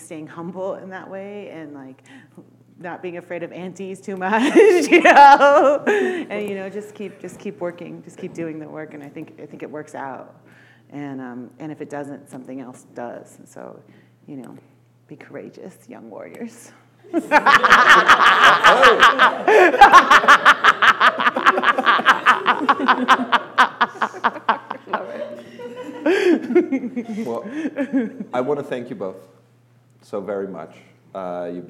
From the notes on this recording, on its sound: This very special episode of Broken Boxes Podcast marked our first ever conversation in front of a live studio audience. As part of the University of Michigan Museum of Art’s Memory & Monuments program. We would like to especially thank the students of the Native American Student Association at the University of Michigan, who welcomed Broken Boxes and the artists and helped make this live audience recording a wonderful experience.